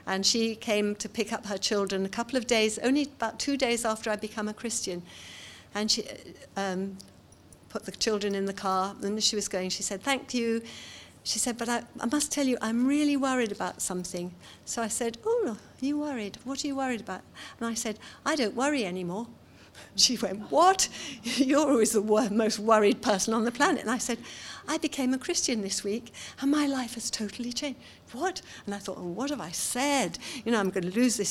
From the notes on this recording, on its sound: seminar from the 2018 Authentic conference